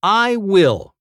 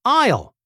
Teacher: For example, if we take I will and then we omit the W and the I sound, we join the I and the LL together · Shown in: second take · and we get I'll. · Term: elide